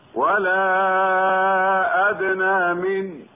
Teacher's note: والدال الساكنة من أدنى حرف قلقلة يمال إلى الفتح على الأصح